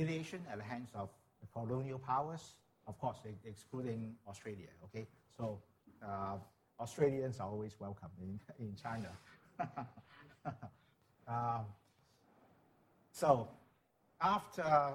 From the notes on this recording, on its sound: This lecture was held as part of Sydney Ideas program on 8 November 2017